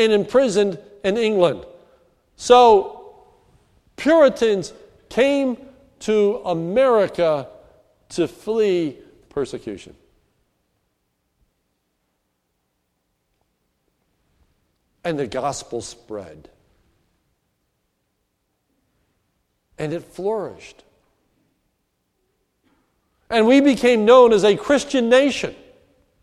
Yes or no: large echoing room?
yes